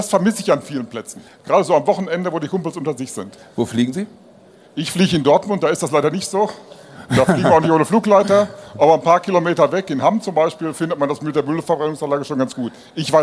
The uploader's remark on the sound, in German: Podiumsdiskussion auf der AERO 2019